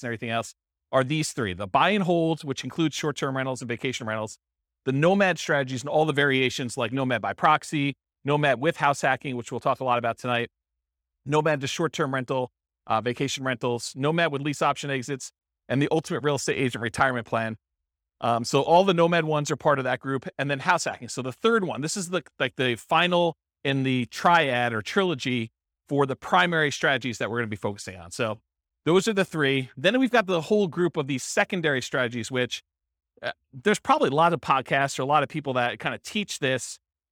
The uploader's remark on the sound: This was a live class recorded.